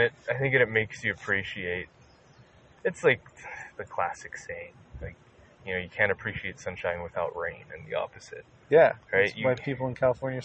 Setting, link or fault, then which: setting, outdoors